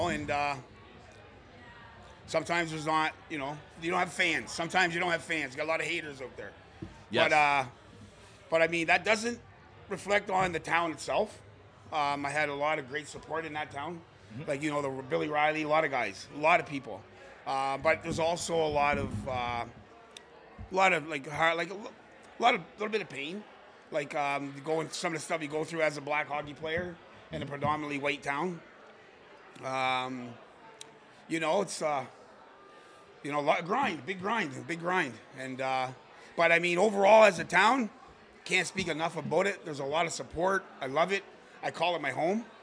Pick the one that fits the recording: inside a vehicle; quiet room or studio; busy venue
busy venue